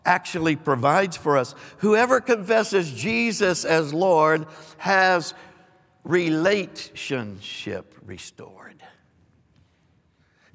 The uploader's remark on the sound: Recorded live on 1/15/23.